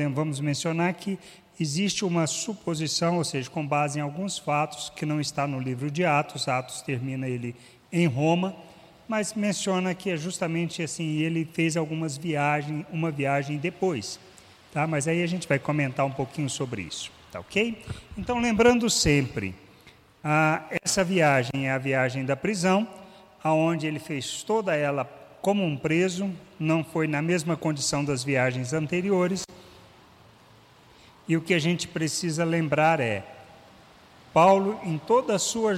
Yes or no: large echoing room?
yes